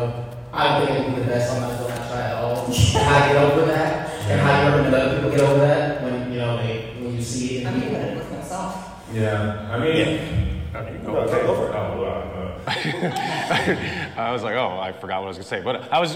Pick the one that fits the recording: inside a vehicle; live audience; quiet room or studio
live audience